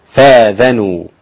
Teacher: هنا الهمزة ليست محققة إنما هي مبدلة ألفا